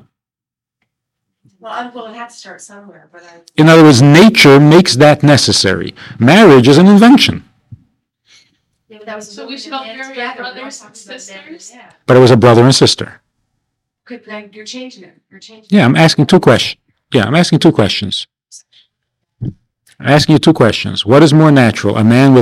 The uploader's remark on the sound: This audio is taken from a class given at Beis Chana's Jewish Un-Camp in the summer of 1993.